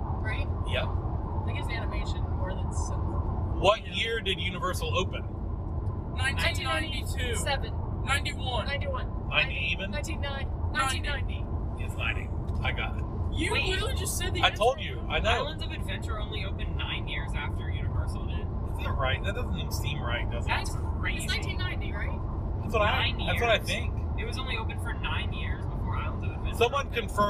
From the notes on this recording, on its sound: Recorded live from our car. NOTE: The audio for this recording did not work out as planned so please excuse the poor quality.